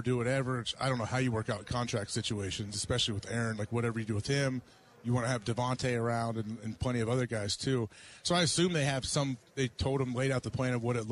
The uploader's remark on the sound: live on Radio Row in Los Angeles